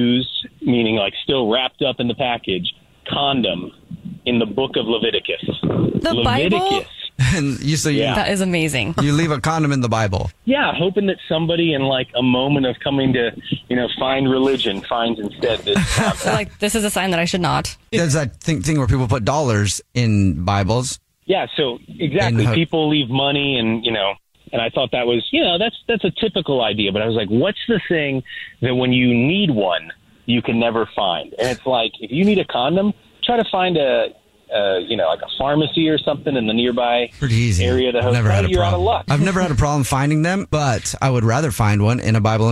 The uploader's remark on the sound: the caller on the phone